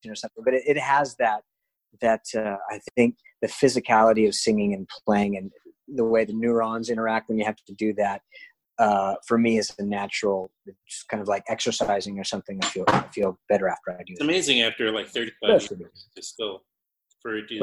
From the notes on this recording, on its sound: We recorded the conversation during the COVID-19 pandemic over Zoom. In Valencia, Spain and myself in NYC.